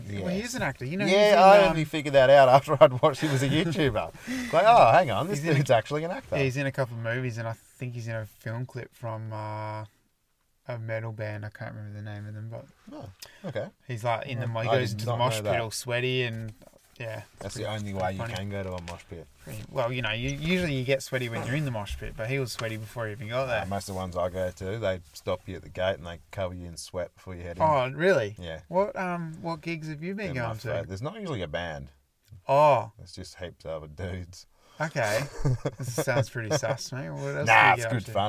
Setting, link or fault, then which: setting, inside a vehicle